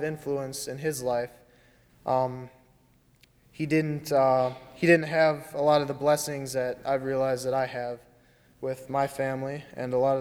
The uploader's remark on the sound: During the 10:30 AM Finding Grace service on Sunday February 23, 2020 as part of Youth Sunday, at First Presbyterian Church of Arlington Heights, Illinois.